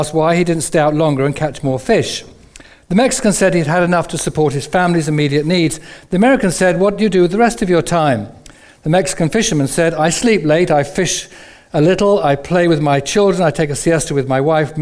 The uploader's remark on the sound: Recorded on 01/11/15 at our Moseley gatherings